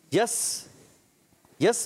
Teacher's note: سوچ لیں جی، سرا ہے نوک، نوک زبان کی نوک، اور اوپر نیچے دونوں دانتوں کے اندرونی کنارے سے ادا ہوگے · Term: سین کا مخرج